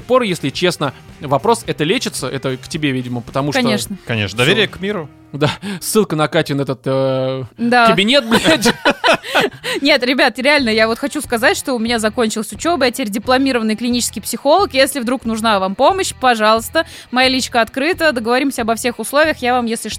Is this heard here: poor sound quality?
no